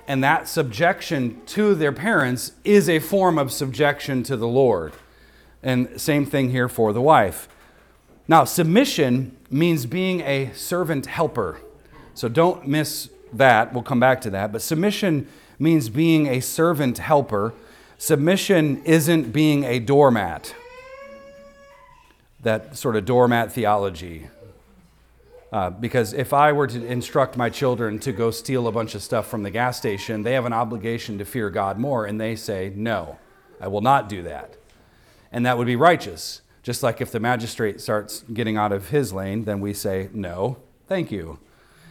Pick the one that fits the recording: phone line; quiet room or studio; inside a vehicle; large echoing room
large echoing room